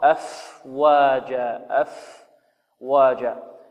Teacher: الفاء تخرج من باطن الشفة السفلى مع أطراف الثنى العليا، والواو تخرج من الشفتين، فربما لقرب مخرجيهما حدث منه من هذا القارئ ما حدث من تحريك الفاء لكي يسلم من ربما من الإدغام أو ما إلى ذلك.